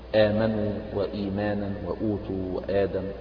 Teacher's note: وأما في بقية الروايات والقراءات ومنها رواية حفص يتعين قصر هذا المد بمقدار حركتين، يعني مد كأنه مد طبيعي بمقدار حركتين · Term: مد البدل